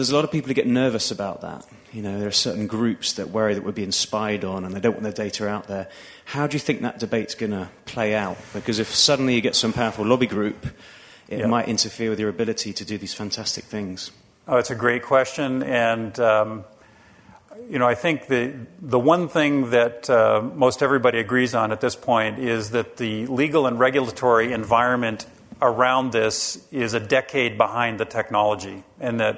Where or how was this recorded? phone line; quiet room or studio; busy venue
busy venue